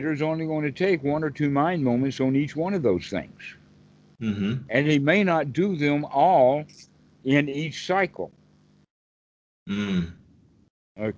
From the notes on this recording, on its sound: skype calls on this channel